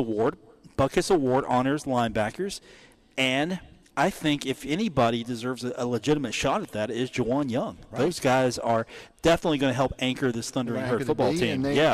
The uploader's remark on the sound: broadcast on location from the Union Pub and Grill in Huntington